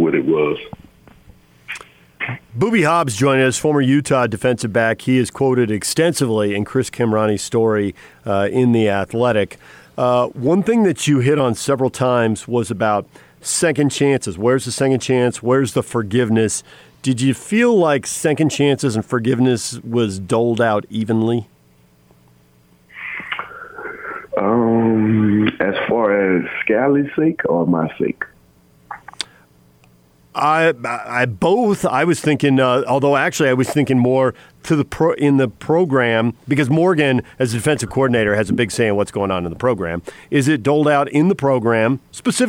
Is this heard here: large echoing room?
no